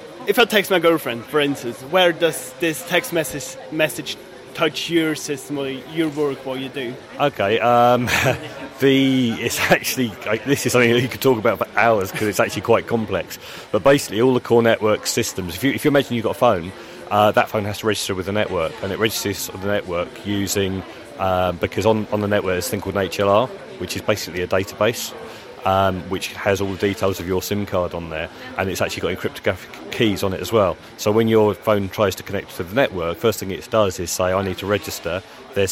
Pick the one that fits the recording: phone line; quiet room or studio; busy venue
busy venue